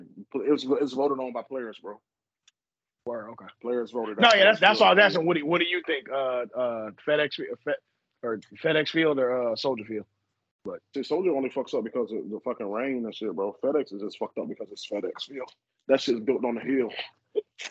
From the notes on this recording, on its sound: Excuse the technical difficulties in this episode, sever thunderstorms have our wires fried.